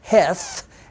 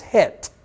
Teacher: And remember, in Hebrew, when you see a TH, you don't pronounce that as Heth, as you would see in your English Bible, H-E-T-H, because in Hebrew you don't have that TH sound · Shown in: second take · That's just there to accommodate English speakers.